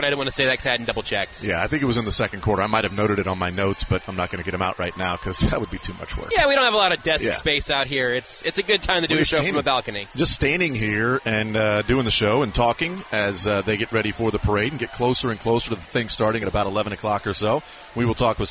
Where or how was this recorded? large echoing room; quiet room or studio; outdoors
outdoors